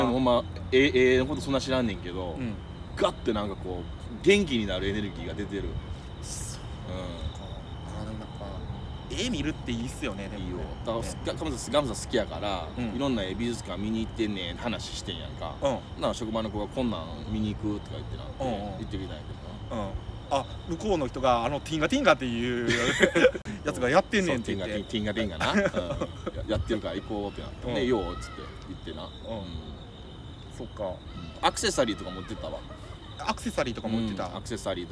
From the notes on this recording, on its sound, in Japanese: 公園録音で虫も聴けるpodcastでございます！